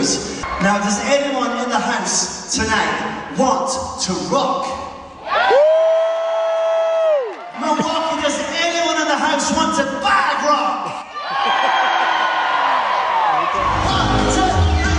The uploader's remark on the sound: Live from American Family Field.